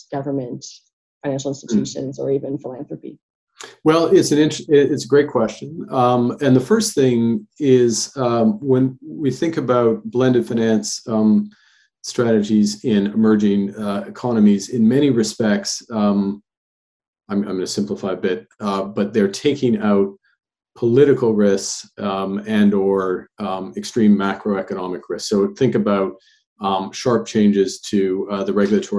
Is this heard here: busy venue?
no